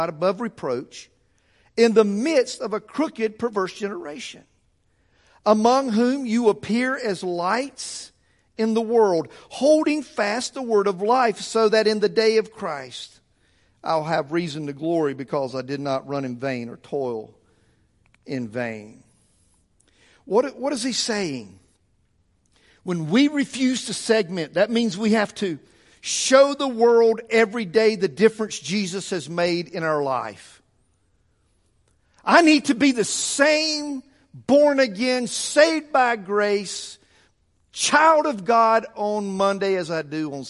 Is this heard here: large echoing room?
yes